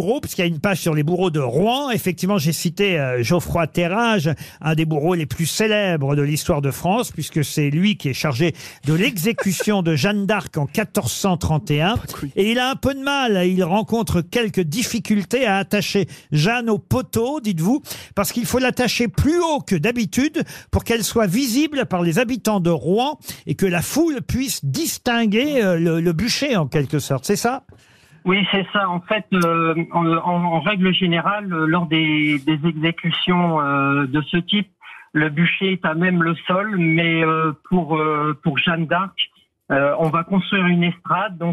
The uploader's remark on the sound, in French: LE COUP DE FIL DU JOUR